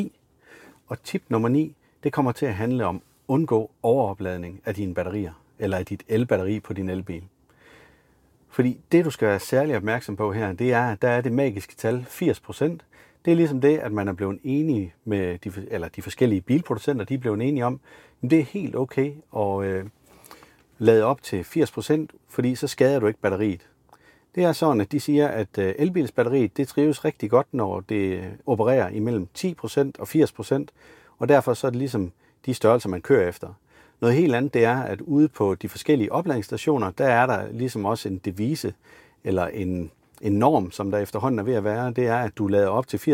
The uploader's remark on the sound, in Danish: Afsnittet idag er optaget i en Maxus Mifa 9